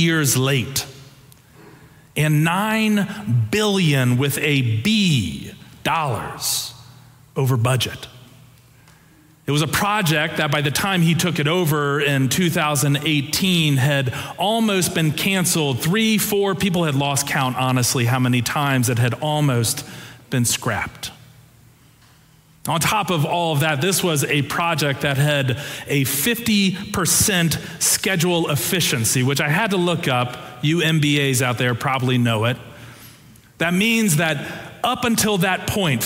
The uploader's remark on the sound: Preached on Palm Sunday (April 2, 2023) for our Sanctuary Worship Service.